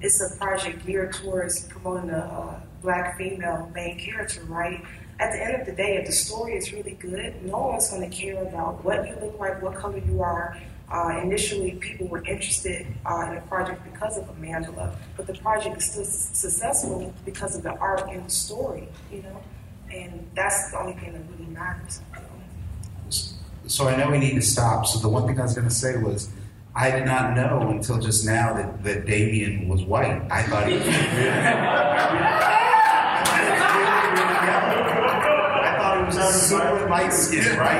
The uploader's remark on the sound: Here is another panel from this year’s San Diego Comic Con.